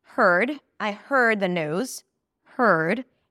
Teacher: It's an H sound, then the R is in stir, her, which actually means there is no vowel. The R eats up the vowel before. You shift from the H to the R immediately. · Term: the stir sound